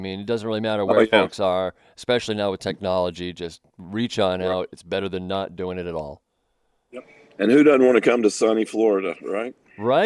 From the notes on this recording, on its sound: Radio Row in Tampa Bay. Live from Radio Row.